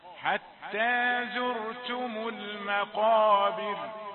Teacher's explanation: احرص على ترقيق الميم قبل القاف المفخمة